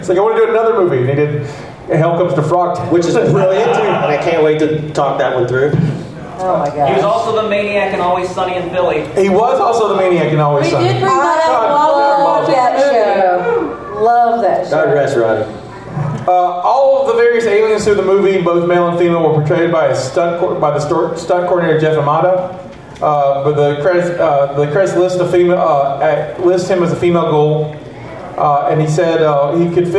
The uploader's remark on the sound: Live from Pensacon 2020